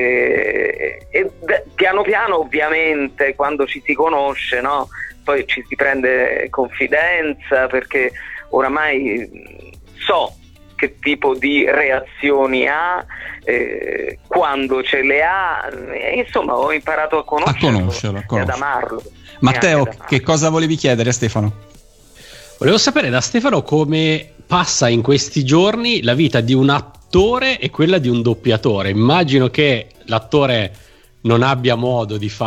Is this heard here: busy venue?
no